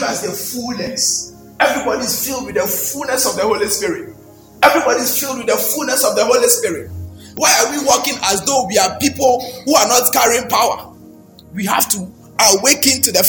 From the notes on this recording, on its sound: Baptism of the Holy Spirit was preached at Perez Chapel Hohoe.